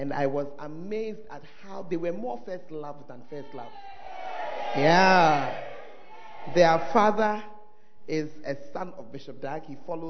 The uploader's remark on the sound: preached At Firstlove Church Ayeduase; Gathering Service